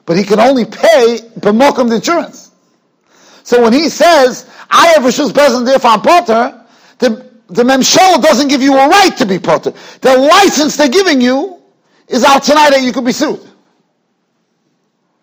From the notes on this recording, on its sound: Shiur recorded in Yeshivas Ohr Reuven, Monsey, NY.